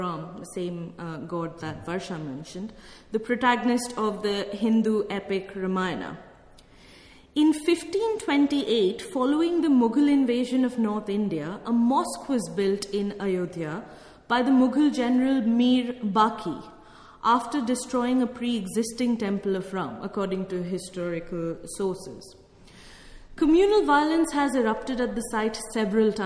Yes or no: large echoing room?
yes